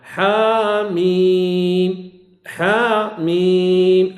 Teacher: حا حركة ميم ست حركات لازم. الأول حا طبيعي والثاني لازم.